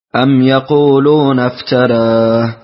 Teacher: ورش أيضا له ترقيق الراء